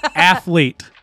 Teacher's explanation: You go straight from the TH to the L. You don't stop for the E.